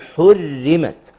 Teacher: الراء المشدده المكسوره محتاجين نرقق الراء، ما ندخلش كده نقول حرمت.